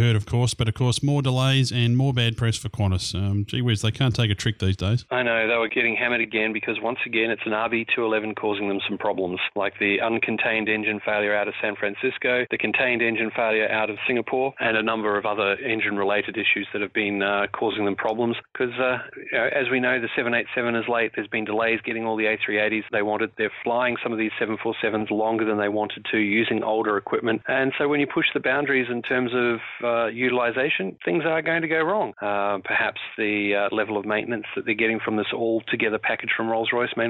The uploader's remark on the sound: he's out flying hot air balloons but he's still able to call